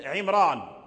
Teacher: ولهذا العرب لم تصرفه، أي ولم تحوله من التفخيم إلى الترقيق، فالراء من عمران مفخم لجميع القراء، أي لم تميله